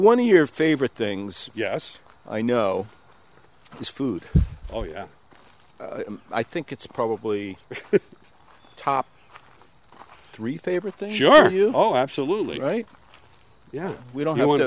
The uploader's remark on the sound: take a walk around Walden Pond